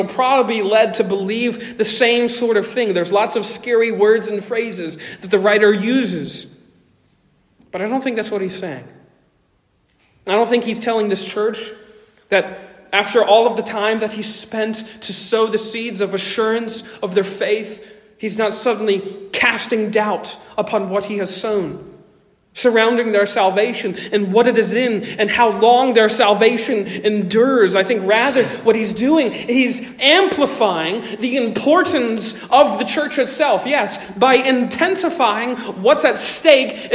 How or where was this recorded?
large echoing room